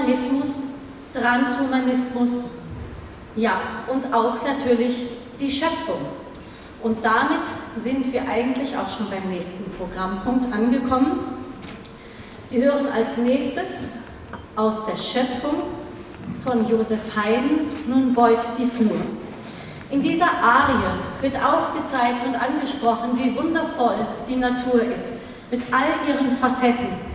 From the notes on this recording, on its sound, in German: Aufgrund des umfangreichen Schatzes an Mitschnitten des Bühnengeschehens und Interviews am Rande der Veranstaltung habe ich einen Zweiteiler aus diesem Event gemacht. Pauseninterviews mit Zuhörern.